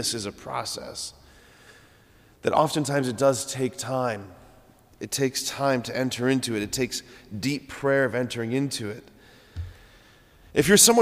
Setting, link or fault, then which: setting, large echoing room